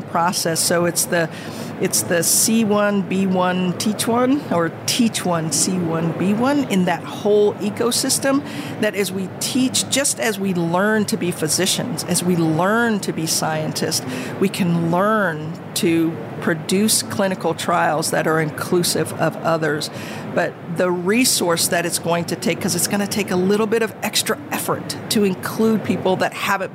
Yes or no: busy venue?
yes